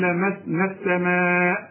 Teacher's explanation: وأنا لمسنا السماء، النون طبعا انت عارفها، لمسنا السماء، في كلمة لمسنا فيها ألف عند الوقف تمدها ألف كاملة، لمسنا عند الوصل الغي المد، لان المد ده ساكن يعني بدون تشكيل، واللام بتاعت السماء ساكنة، ساكن جنب ساكن، اتخلص من الساكن الاولاني عند الوصل